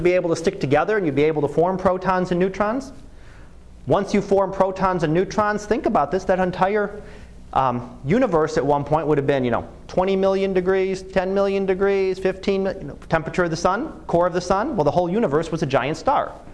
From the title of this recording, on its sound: Live Class Lecture